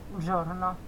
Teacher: Pehmeä ja hiukan suhahtava, mutta siellä pitää kuulla se Z.